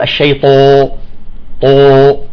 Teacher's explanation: طلع مضموم، طلع قريب للواو